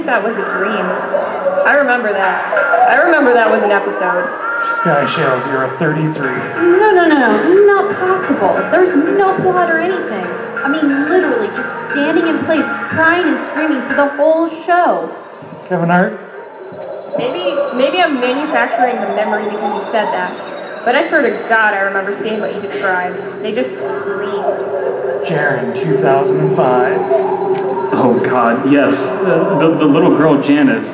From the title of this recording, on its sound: Live at Ohayocon